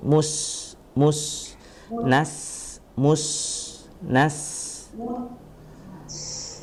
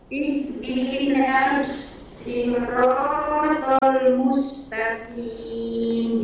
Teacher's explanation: dia memiliki sifat istifal turun, dia juga memiliki sifat rokhawah mengalir, dia juga memiliki sifat hamas yaitu keluar angin. Dia juga memiliki sifat sofir, berdesis, ya. · Term: sin